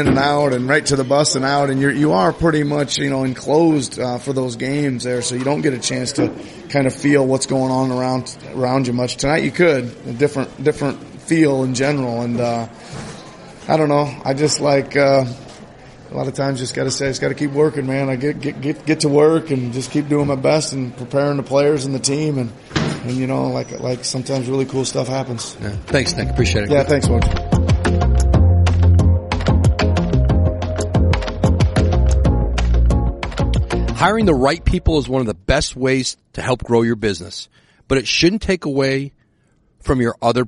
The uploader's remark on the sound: Live at an unforgettable 2020 All-Star Game in Chicago